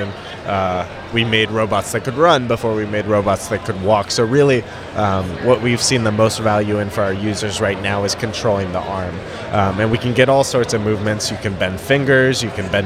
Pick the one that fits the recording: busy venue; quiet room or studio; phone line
busy venue